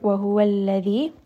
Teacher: ذَال is going to be a word that is pronounced with the tongue coming in between the two teeth.